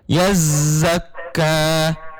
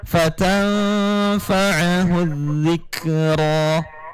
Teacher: Yang ayat ketiga itu zai, huruf za tebal. Tapi kalau di ayat nomor 4 itu za tipis.